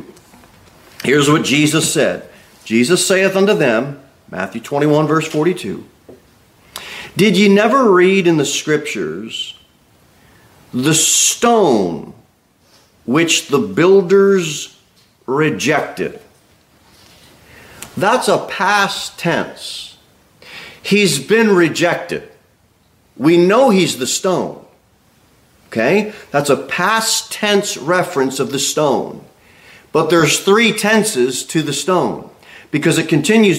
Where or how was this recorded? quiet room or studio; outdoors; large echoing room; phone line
large echoing room